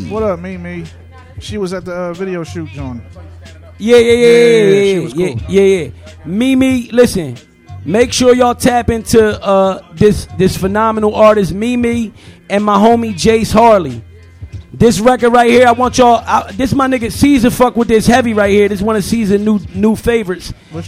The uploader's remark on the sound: Live from Swig LoungeCamden, NJ